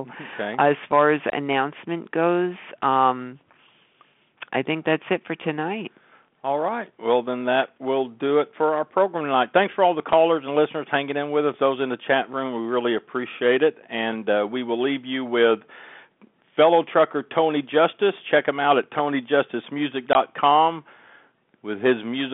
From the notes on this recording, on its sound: Join us as we open up the phone lines where our callers decide the topics for discussion.